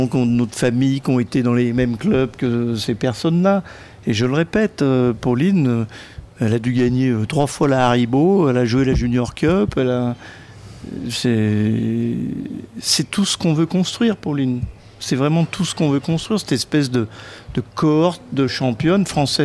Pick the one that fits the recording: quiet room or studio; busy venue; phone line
busy venue